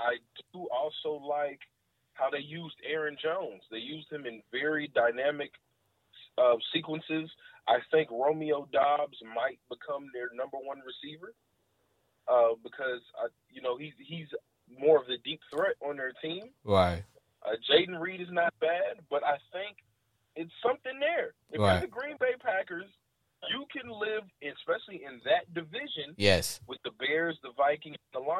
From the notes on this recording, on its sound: A one hour live streaming Sports Entertainment Podcast where callers get up to 2 minutes to blow off steam.